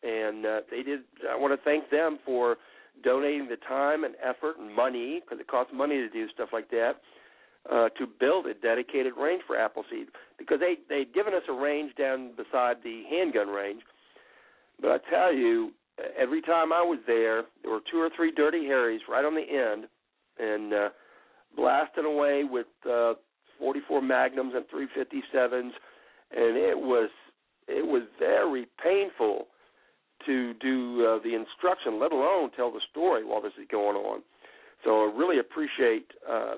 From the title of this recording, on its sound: Call in Show